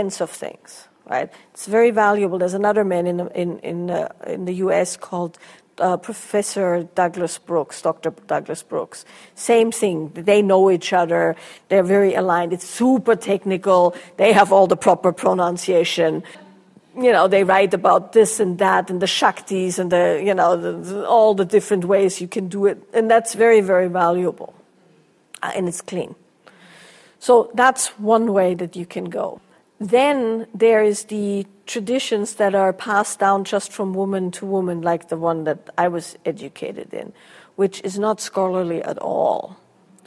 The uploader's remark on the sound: a Q&A from their Lineage and Liberation Workshop